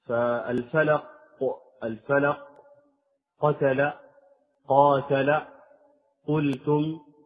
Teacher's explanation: لما نقول فوق هكذا يعني هذا هو أقصى اللسان فوق. مما يلي الحلق مع ما يحاذيه من الحنك الأعلى ويخرج منه القاف